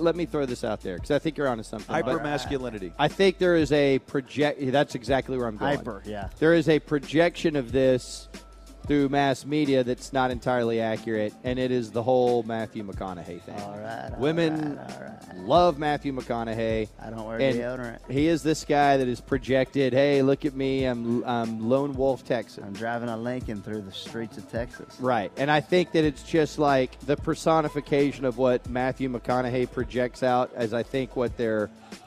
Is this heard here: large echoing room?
no